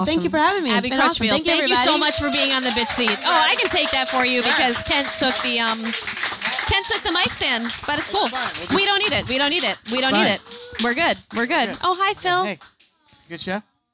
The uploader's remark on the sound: Live at Q.E.D.